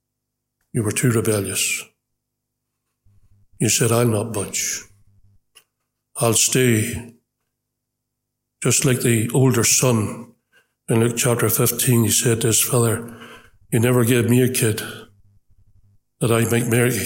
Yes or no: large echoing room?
yes